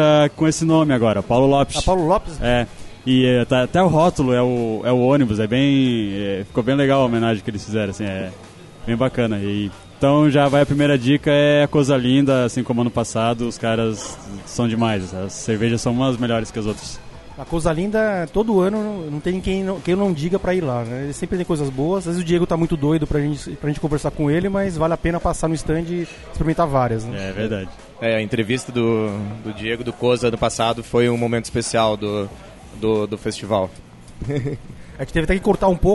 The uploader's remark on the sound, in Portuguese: participou do Festival Brasileiro da Cerveja de 2020, encontrou alguns patronos, e aproveitou pra gravar um episódio especial pro Beercast